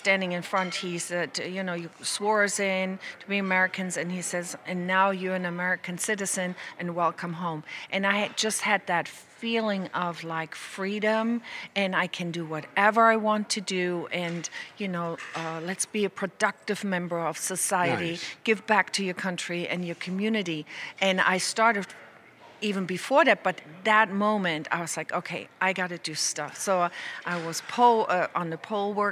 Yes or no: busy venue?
yes